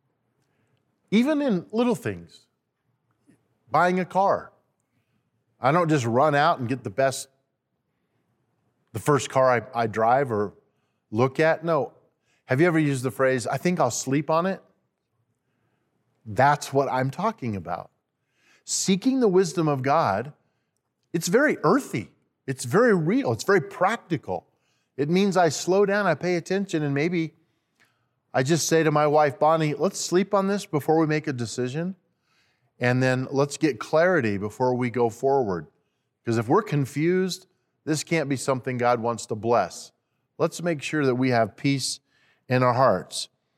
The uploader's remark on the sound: at Timberline Church